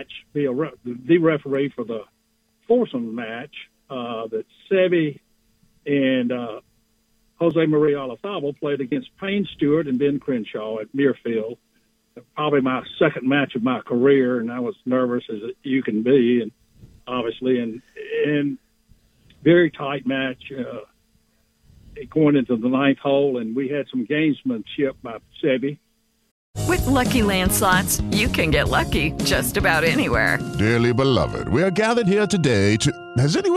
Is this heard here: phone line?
yes